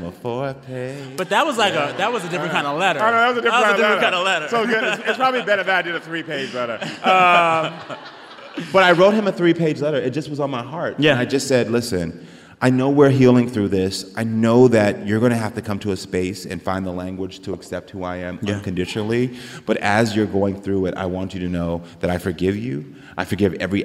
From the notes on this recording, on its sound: Recorded in front of a live audience at Sixth & I in Washington, D.C.